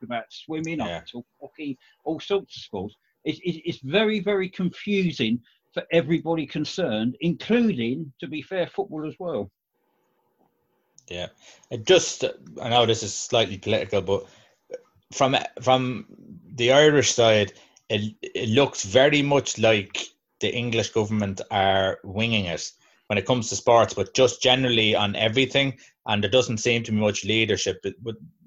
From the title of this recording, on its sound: Zoom Show